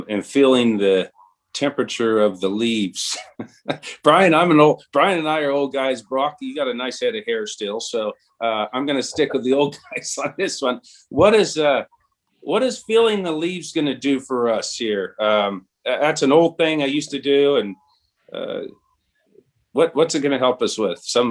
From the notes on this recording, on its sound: Audio from a webinar presented on May 13, 2021.